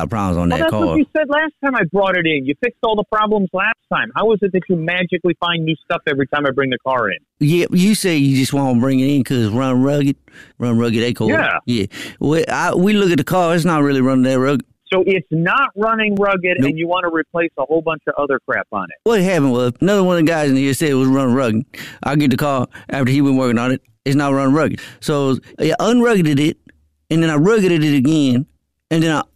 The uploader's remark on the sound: phone prank style